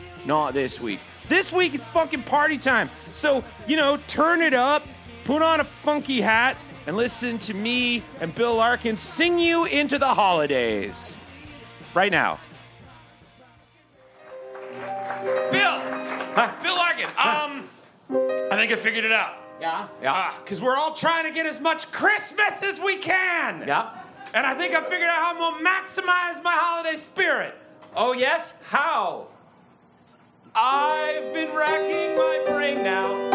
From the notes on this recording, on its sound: Recorded LIVE on December 14th 2023 for The Paper Machete Holiday Pageant at Carol’s Pub